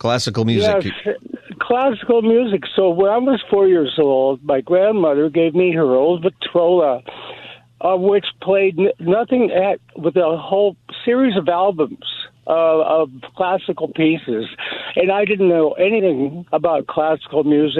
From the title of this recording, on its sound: Open Phone Friday Continues